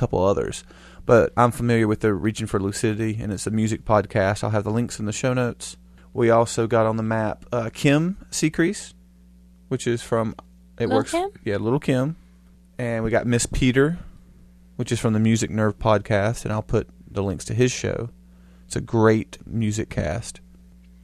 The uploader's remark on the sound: Sorry for the hum people.